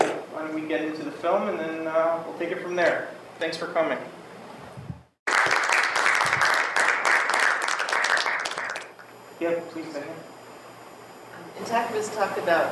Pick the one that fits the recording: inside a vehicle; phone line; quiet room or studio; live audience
live audience